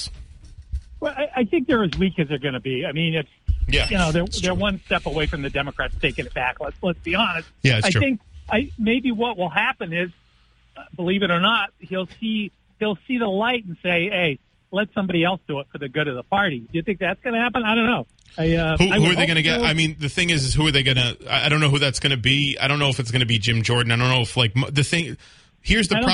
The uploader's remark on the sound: takes calls from the audience